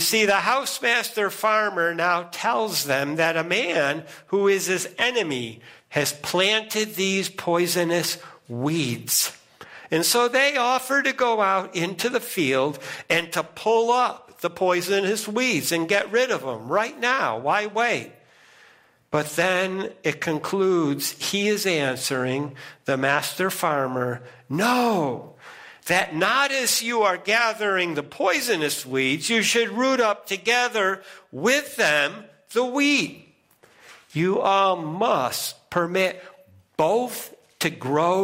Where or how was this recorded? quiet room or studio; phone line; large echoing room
large echoing room